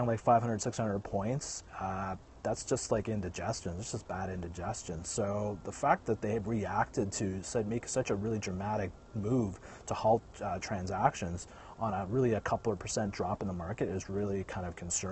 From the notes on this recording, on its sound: He's outside!